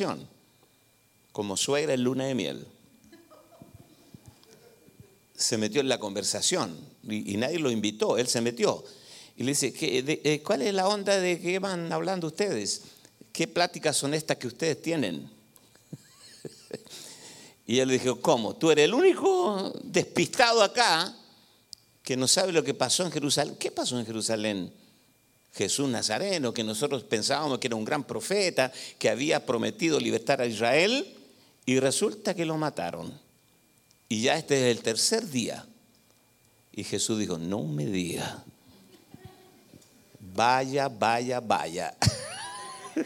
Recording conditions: large echoing room